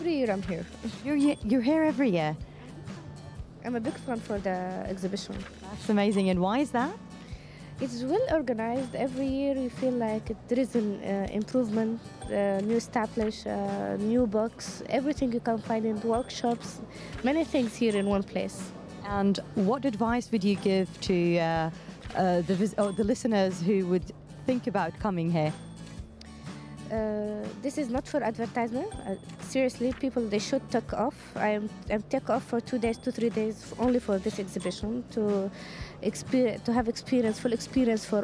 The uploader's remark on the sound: Live from SIBF 2023